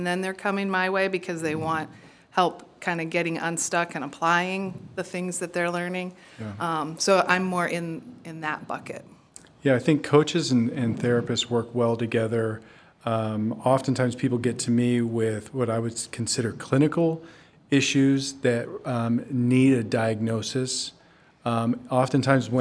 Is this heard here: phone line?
no